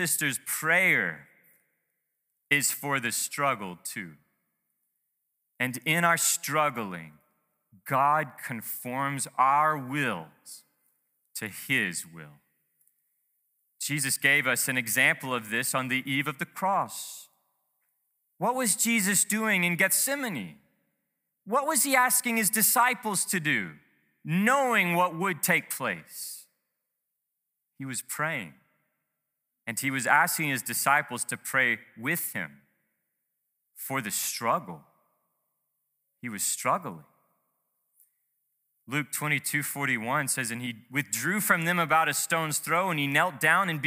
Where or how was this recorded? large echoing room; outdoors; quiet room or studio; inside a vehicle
large echoing room